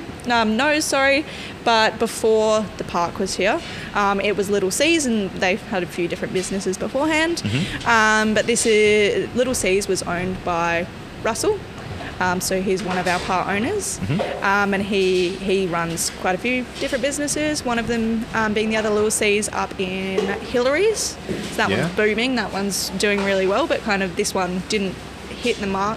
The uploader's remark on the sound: Go on location for the first time, to the new ParQ Bar in East Vic Park and chat to the venue manager. Proudly recorded on Whadjuk Noongar Budja.